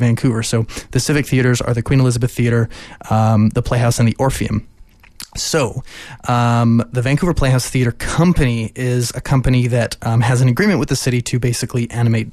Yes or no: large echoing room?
no